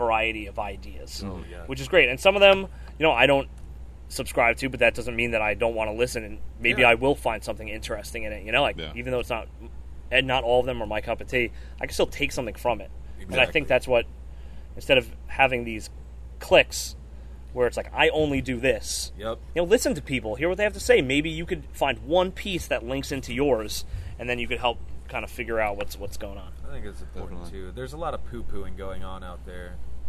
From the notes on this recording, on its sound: Tales From The Conference. Interview different speakers from the KC Paranormal Conference!